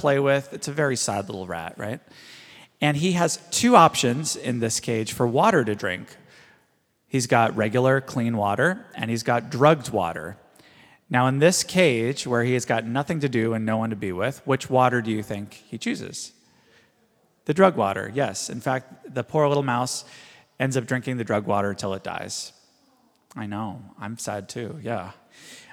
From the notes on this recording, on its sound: This is a live recording of our House of Learning